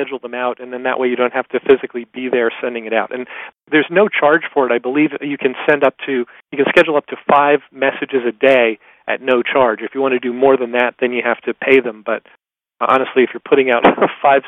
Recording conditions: phone line